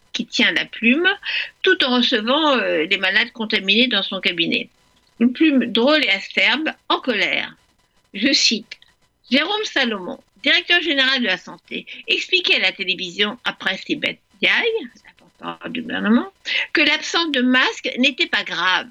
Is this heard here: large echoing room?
no